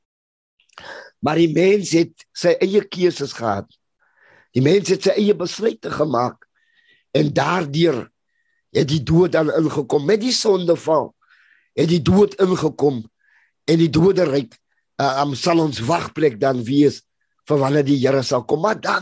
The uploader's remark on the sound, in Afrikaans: Zoom Byeenkoms